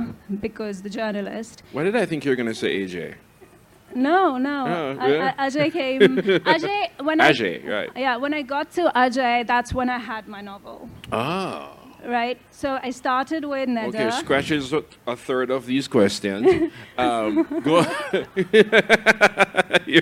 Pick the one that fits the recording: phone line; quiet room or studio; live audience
live audience